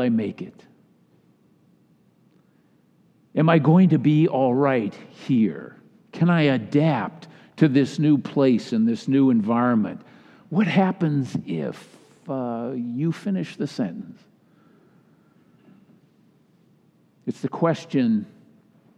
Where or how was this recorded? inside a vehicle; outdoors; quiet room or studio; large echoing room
large echoing room